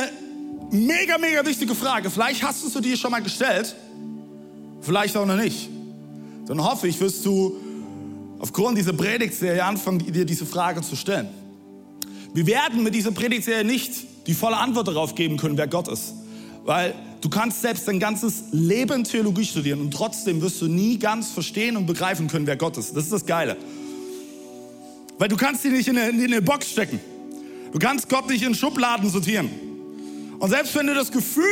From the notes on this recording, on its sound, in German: Audiomitschnitt der Predigt